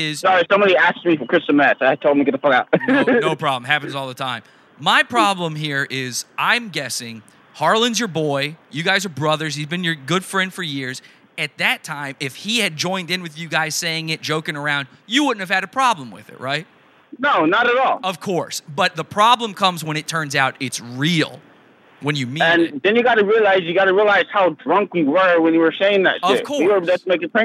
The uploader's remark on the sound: phone call interview